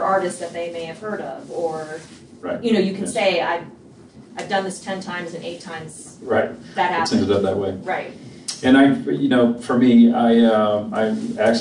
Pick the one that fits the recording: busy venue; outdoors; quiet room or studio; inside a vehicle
busy venue